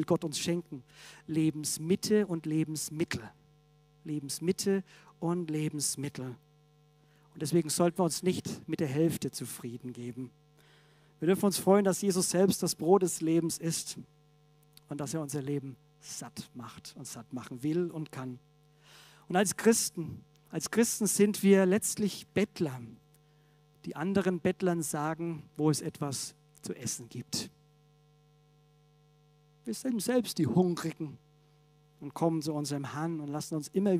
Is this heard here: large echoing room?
yes